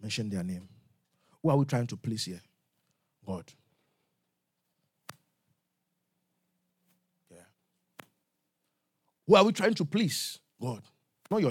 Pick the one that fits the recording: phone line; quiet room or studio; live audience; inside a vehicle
live audience